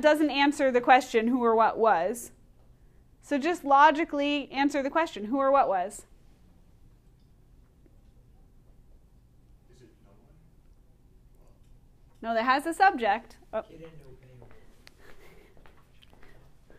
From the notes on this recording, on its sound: Recorded in class